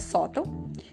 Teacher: Como eu não quero que seja sotão, eu quero que seja sótão. Então eu acentuo, eu puxo a força fonética para a segunda sílaba. · Term: paroxítona